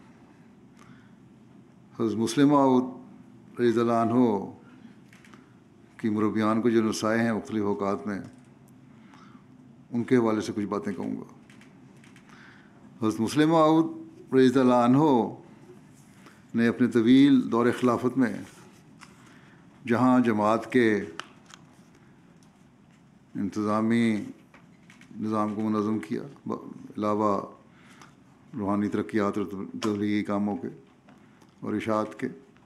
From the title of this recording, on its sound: Jamia UK Convocation 2019-2022: Keynote Address